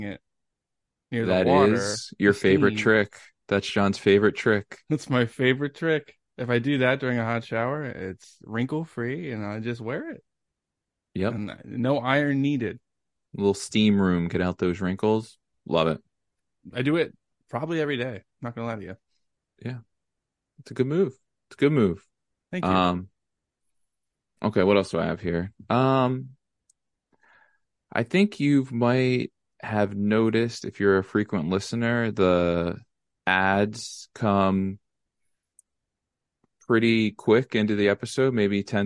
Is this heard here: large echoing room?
no